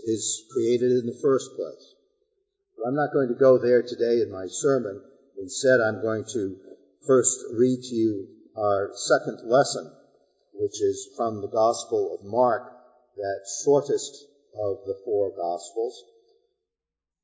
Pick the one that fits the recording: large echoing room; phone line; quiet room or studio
large echoing room